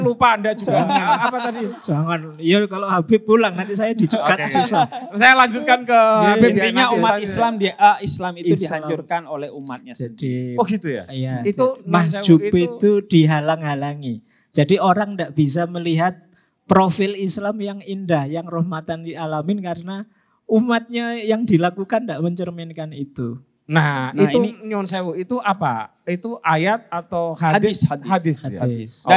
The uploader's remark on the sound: PutCast Live on Stage International Conference on Religious Moderation (ICROM) ke-2 yang diadakan di Yogyakarta.